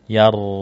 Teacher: Rasukun karena sebelumnya harokat fathah jadi tebal. Yar, dibaca tebal. · Term: tafkhim